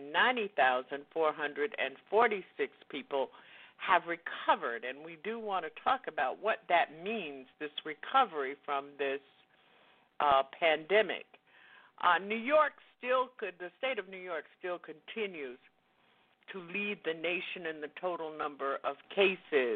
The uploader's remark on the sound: LIVE & Call-In